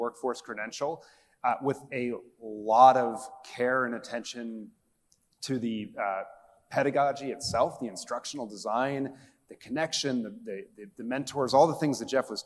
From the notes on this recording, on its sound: Live from NAIS. At the recent National Association of Independent Schools (NAIS) annual meeting.